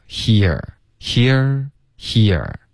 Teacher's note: 从一个叹气的进入到一 He，然后舌头再降下来往后卷